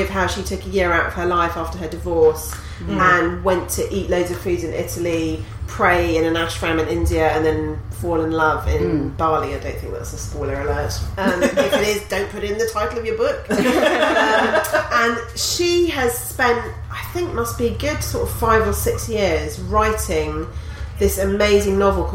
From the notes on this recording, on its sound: Live from the Latitude festival. Many thanks to the lovely people from the New Statesman who let us record in their backstage area. Sorry the sound quality's not so great - it's festival ambience, innit.